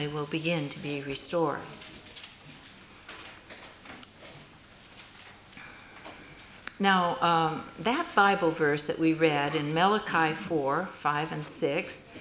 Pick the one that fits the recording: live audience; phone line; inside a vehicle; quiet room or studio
live audience